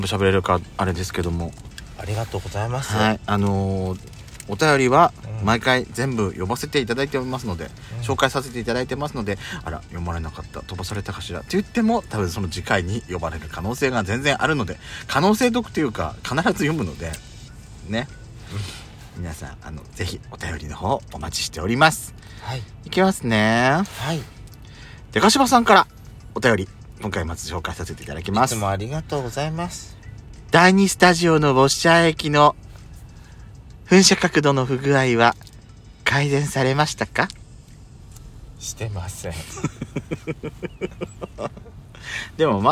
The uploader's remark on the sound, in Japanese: パーキング収録